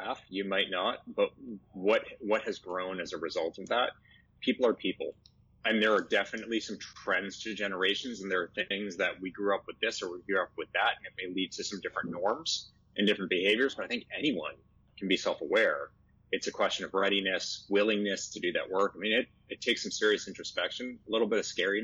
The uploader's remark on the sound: the audio quality is not super top-notch